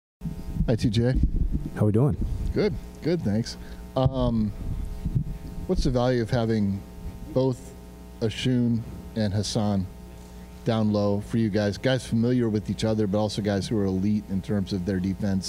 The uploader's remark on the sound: media day press conference